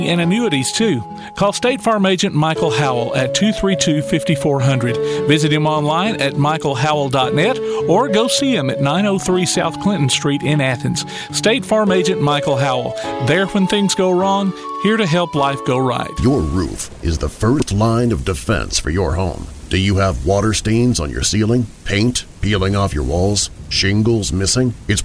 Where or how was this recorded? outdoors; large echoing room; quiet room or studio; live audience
outdoors